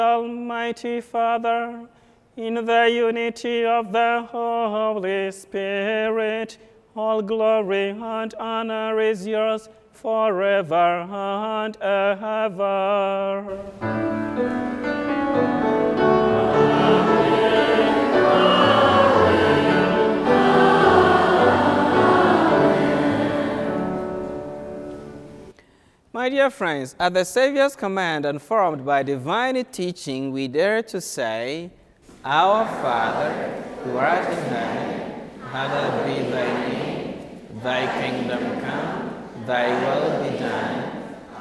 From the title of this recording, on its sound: School Mass